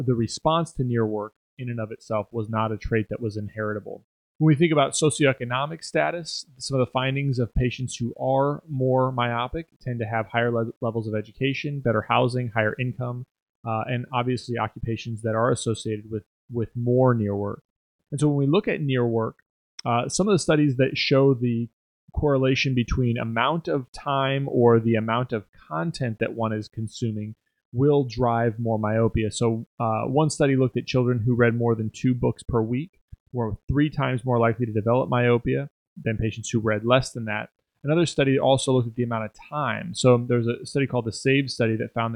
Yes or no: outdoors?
no